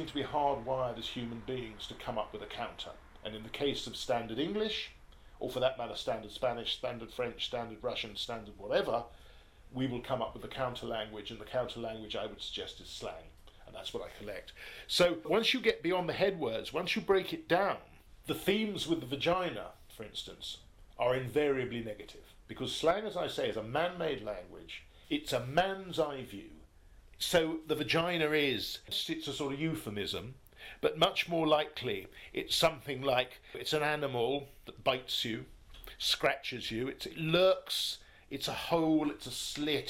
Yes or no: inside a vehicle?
no